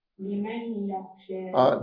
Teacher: ادغام بغنه، والغنه بتكون بمقدار حركتين